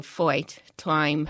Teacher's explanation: the long I, as in time or kite or fight, which comes out sounding like something like oi